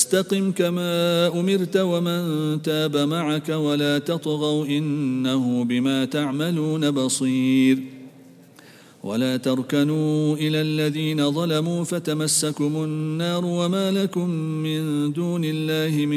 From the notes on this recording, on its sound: at the Houghton Masjid (West Street)